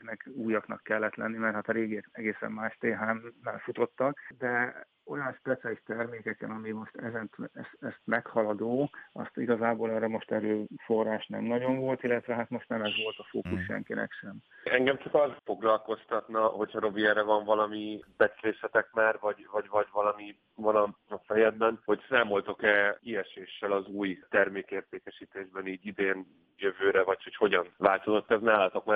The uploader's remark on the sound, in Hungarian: telefonos vendégei